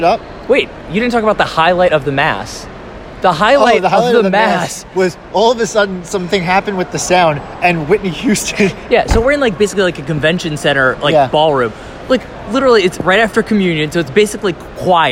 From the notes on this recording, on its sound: We're recording live from the team hotel in San Antonio. That means no production value, no intro, lots of background noise, and plenty of people asking if we work there (obviously not).